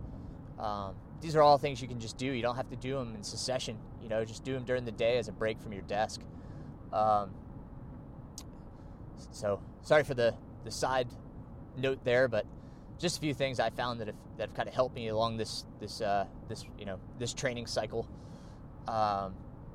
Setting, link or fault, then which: setting, inside a vehicle